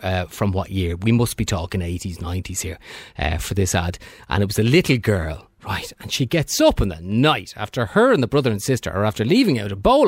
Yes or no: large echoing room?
no